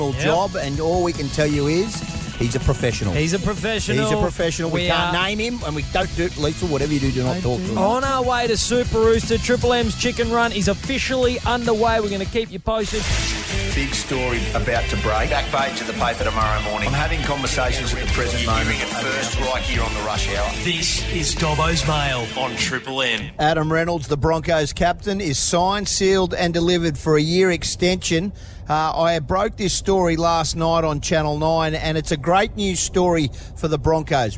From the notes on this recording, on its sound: crammed into a vehicle and broadcast LIVE on the drive to Super Rooster in Toowoomba!